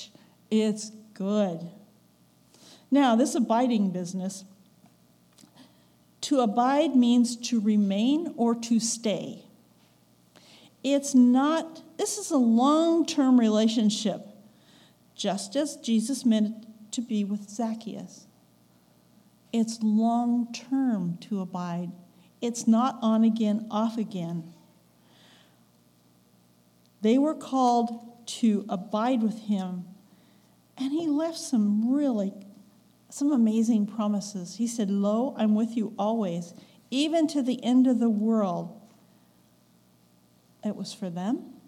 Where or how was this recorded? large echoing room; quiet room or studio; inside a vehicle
large echoing room